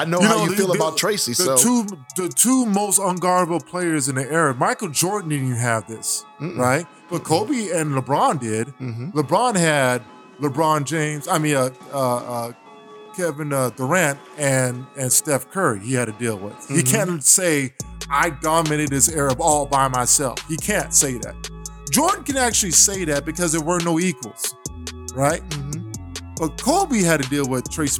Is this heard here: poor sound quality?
no